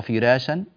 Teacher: في قول الله تبارك وتعالى الذي جعل لكم الأرض فراشا، في كلمة فراشا عندنا ترقيق الراء، وذلك لأن الراء هنا مفتوحة وجاء قبلها حرف مكسور